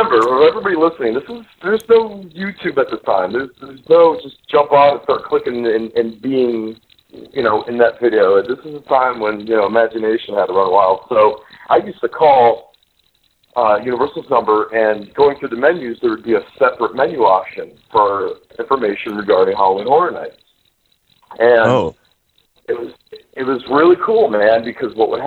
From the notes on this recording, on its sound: we take your calls live